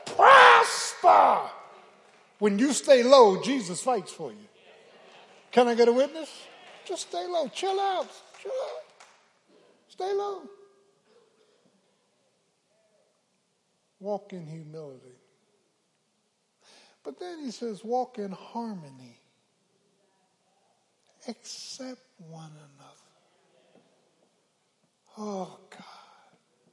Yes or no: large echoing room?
yes